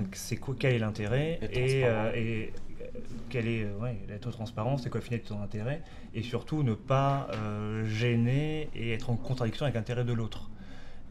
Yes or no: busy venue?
yes